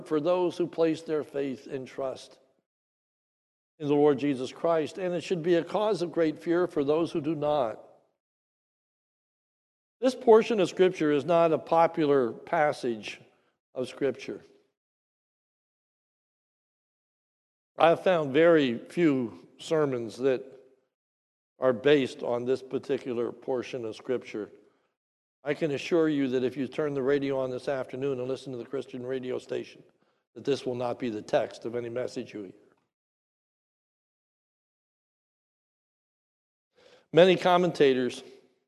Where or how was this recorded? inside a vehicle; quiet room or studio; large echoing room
large echoing room